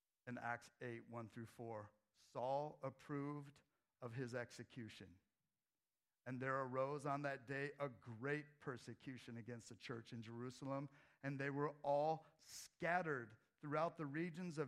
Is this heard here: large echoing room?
yes